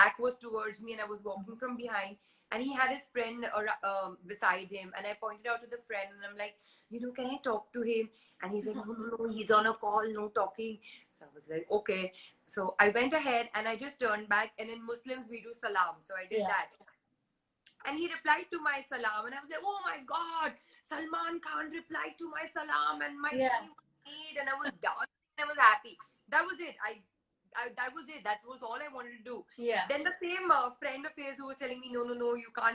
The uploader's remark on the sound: Instagram Live